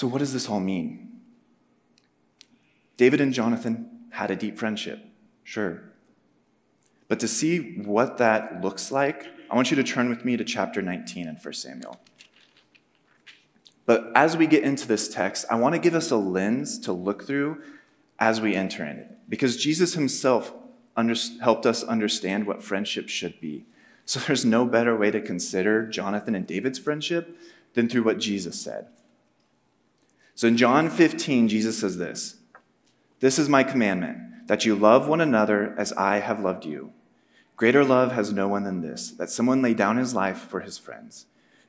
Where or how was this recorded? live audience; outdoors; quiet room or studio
live audience